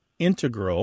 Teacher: You mainly hear integral with the stress on the first syllable among mathematicians and specialists